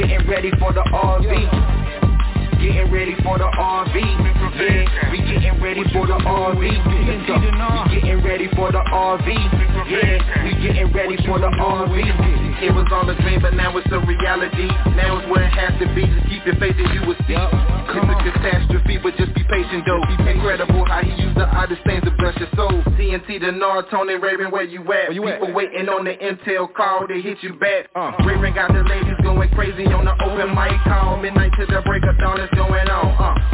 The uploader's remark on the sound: TNTSuperfantastic Conference Call